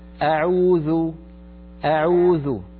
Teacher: الهمزة في أعوذ لا تمطيها زيادة